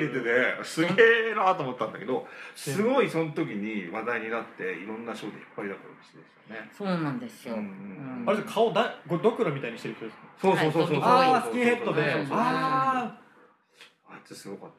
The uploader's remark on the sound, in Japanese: ジメジメ出張収録!!! 妄想パブで。